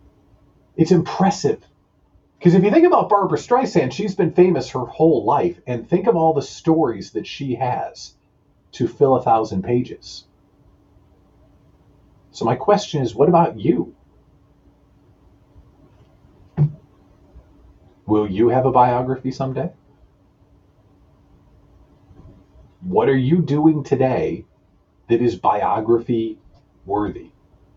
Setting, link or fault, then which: fault, poor microphone